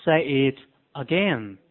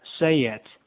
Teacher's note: Say 和 it 之间可以加上一个 ye